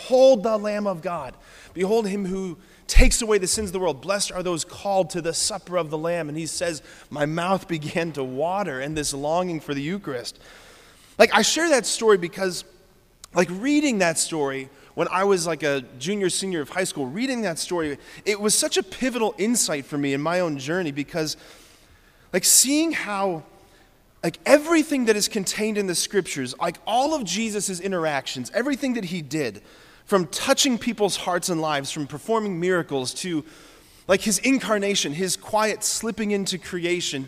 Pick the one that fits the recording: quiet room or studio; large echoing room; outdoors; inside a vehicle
large echoing room